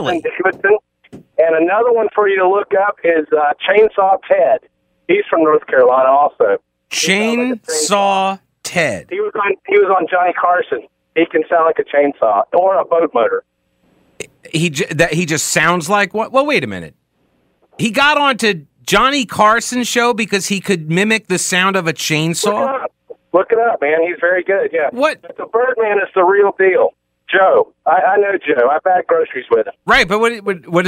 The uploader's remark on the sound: called in to the show